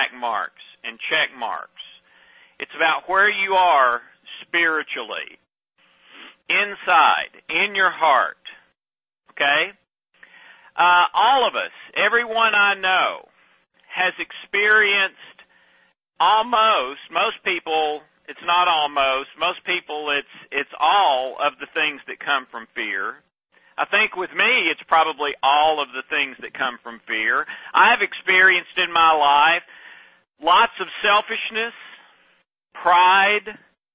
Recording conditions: phone line